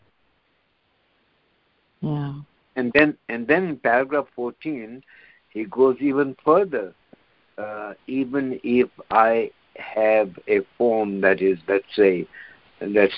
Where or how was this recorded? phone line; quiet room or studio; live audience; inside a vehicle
phone line